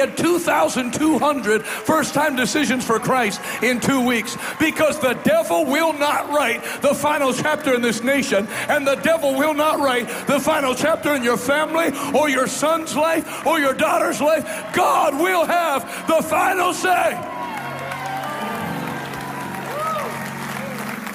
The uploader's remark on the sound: LIVE in Harlingen, Texas Night 2.